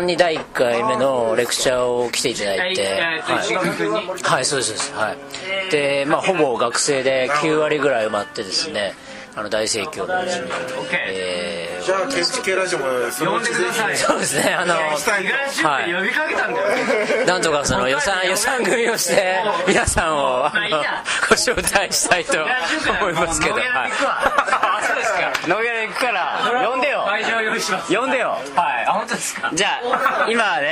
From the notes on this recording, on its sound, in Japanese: 日本建築学会大会（東北）の後、仙台のいろは横町にて収録が行われました。仙台の壱弐参（いろは）横丁ゆきむらにて。